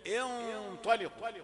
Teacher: يبقى نون مفخمة والغنة مفخمة